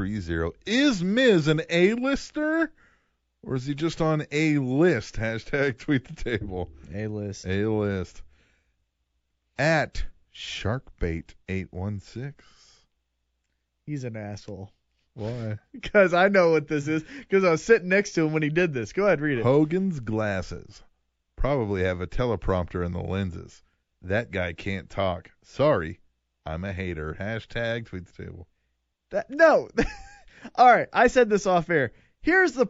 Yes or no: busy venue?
no